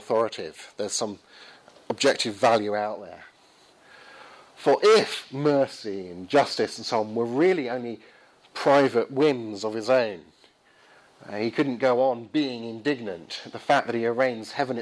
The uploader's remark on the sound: Lecture followed by Q&A hosted by the University of Reading Philosophy Society and the University of Reading Theology Society, 2nd March 2016.